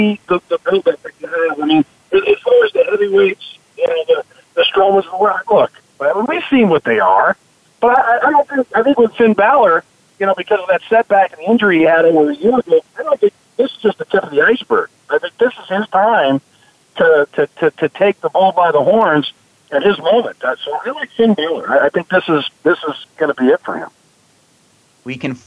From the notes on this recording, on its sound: we have invited experts, insiders, and fans alike to call